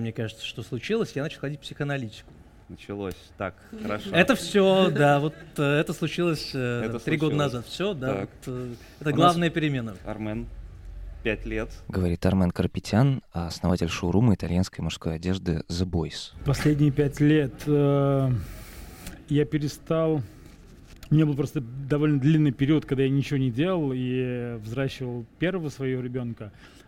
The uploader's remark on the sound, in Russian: Случилось так, что вышли не только за пределы разговора об Армении, но и за границы радиостудии, организовав во дворе пространства «Рихтер» в Москве публичную запись подкаста.